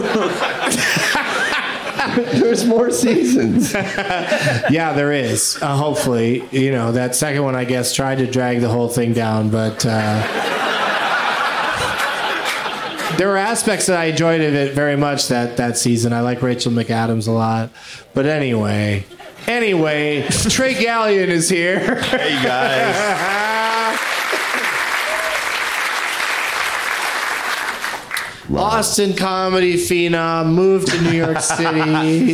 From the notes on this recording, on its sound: Live from Cap City Comedy Club in Austin